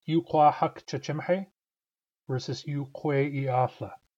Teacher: a vowel changes its quality in order to become closer to a later vowel · Term: umlaut